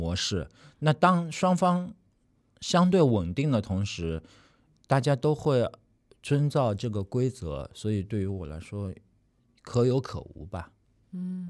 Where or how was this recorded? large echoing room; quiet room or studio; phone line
quiet room or studio